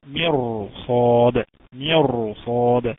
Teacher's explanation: مثال مير صاد شوفوا كده مير صاد المفروض الراء ساكنة أهي وقبلها ميم مكسورة أهي يبقى المفروض ترقق. ايوه بس بعديها حرف صاد حرف الصاد من حروف التفخيم حرف مستعلي وجه مفتوح وجه معاه في نفس الكلمه في هذه الحاله تفخم الراء